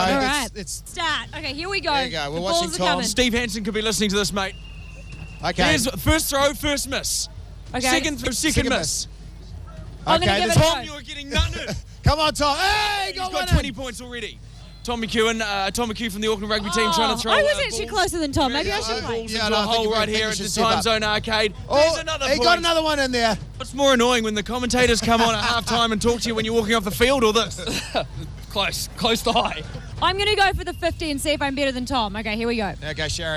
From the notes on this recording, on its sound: live from Timezone Botany for the 'Timezone Takeover'